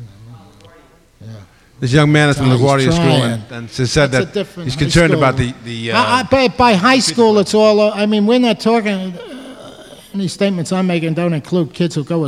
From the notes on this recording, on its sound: Recorded May 16, 1989 at New York's 92nd Street Y.